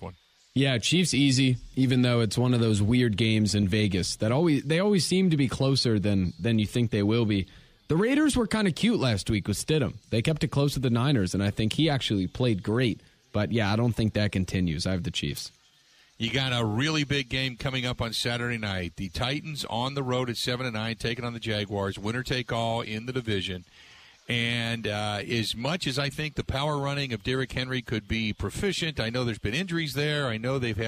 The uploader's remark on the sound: live at The Mecca in the Deer District